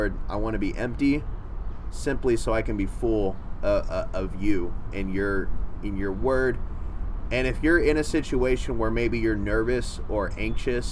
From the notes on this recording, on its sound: We recorded on a 4th floor balcony overlooking downtown Nashville's famous "Gulch"! We also recorded a segment inside with a bit better noise control, but the whole thing slaps!